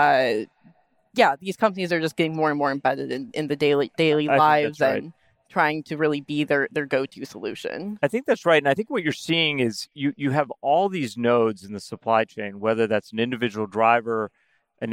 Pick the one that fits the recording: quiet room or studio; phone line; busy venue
busy venue